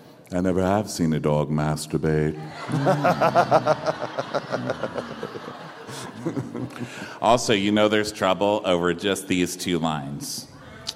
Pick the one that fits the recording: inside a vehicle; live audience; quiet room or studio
live audience